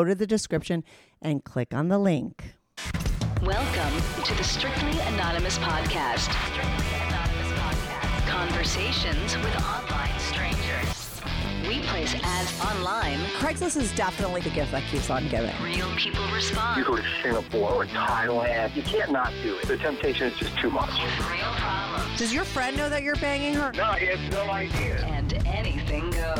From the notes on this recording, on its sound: they called in to talk all about it